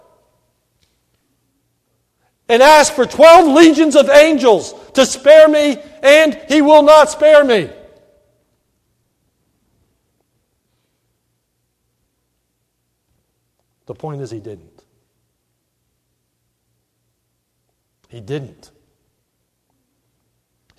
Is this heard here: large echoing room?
yes